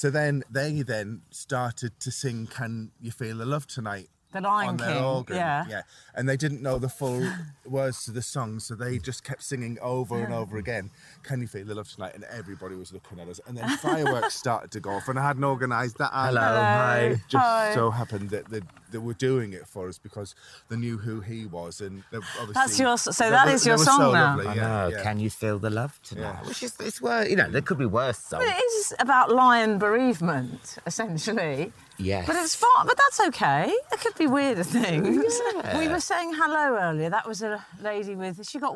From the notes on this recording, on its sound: while walking their dogs